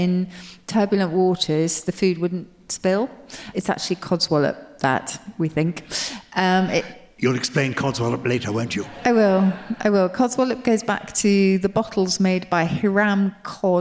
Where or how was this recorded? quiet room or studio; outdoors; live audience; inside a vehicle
live audience